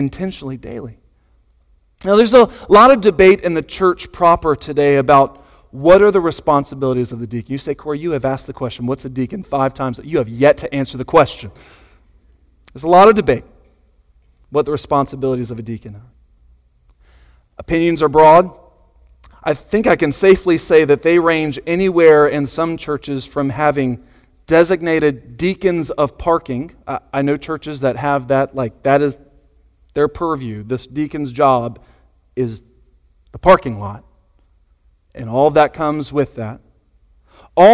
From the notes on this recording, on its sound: Sunday Morning Sermon Audio